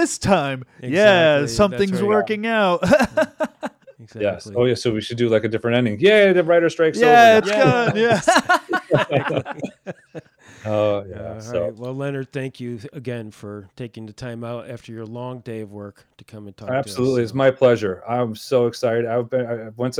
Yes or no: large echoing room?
no